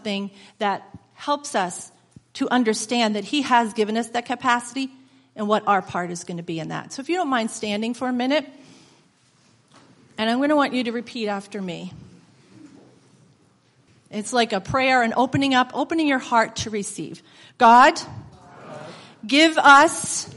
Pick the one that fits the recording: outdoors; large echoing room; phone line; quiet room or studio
large echoing room